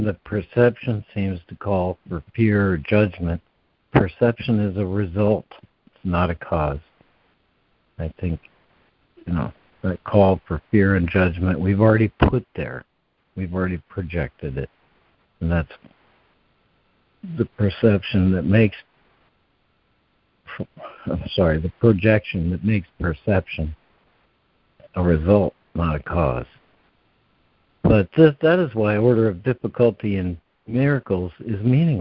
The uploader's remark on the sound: ACIM Daily Conference Call